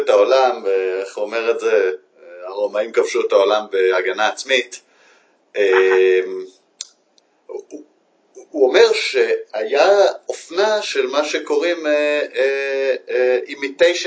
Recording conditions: poor sound quality